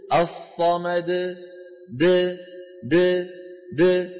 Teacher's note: يباعد بين طرف لسانه ومخرج الدال ويبقى الحلقوم مفتوحا ولا ينقفل الوتران الصوتيان · Term: القلقلة